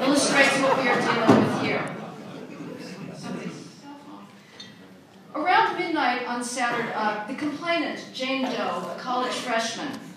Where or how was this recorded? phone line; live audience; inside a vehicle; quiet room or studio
live audience